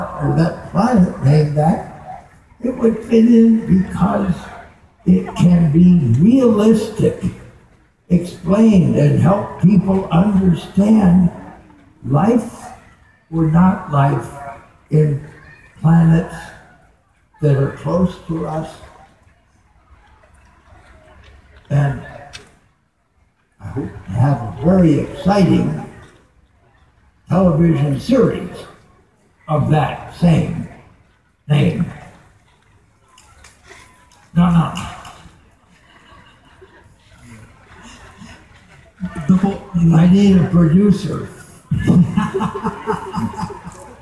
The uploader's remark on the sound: conference at Wired Next Fest 2017